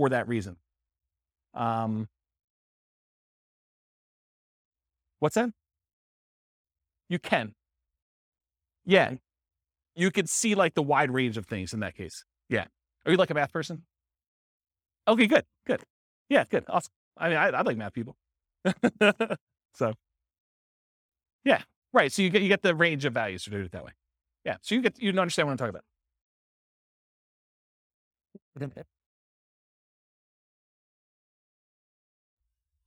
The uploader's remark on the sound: This was a live class recorded